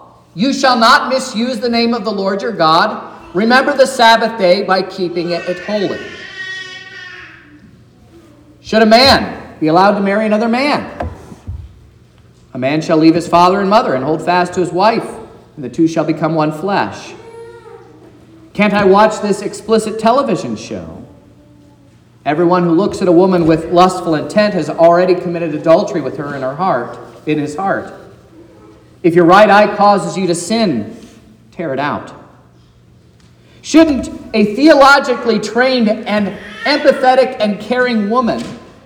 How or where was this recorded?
large echoing room